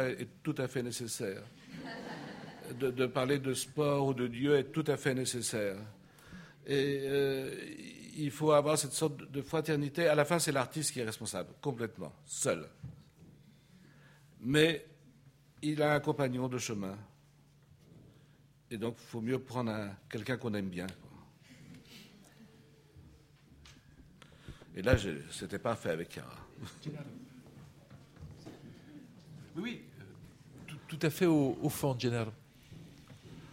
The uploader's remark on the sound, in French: Intervention enregistrée le 11 avril 2016 à l’occasion du colloque « Ce qu’exposer veut dire 4° édition »